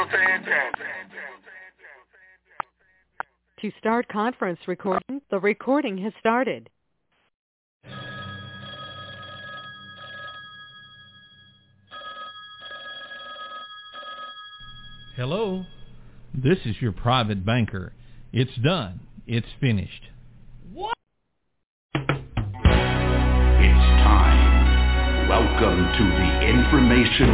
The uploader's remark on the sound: TNTSuperfantastic Conference Call